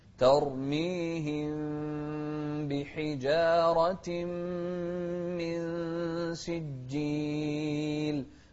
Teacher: الميم الساكنة هنا بعدها باء هنا الحكم إخفاء ترميهم بحجارة من سجيل بحجارة لا بحجارة بحجارة يعني نوضح الكسر